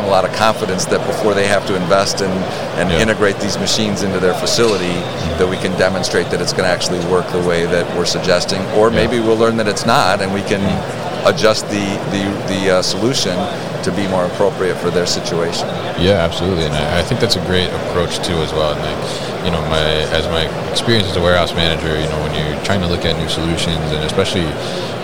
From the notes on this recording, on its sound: Signode at MODEX 2022